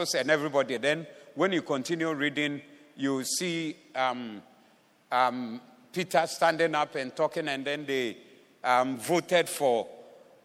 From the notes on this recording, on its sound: Preached at AOM Day 1, Evening Session